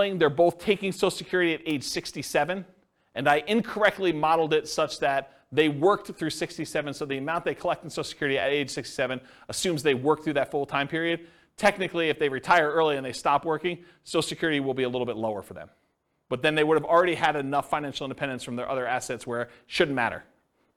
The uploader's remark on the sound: This was a live class recorded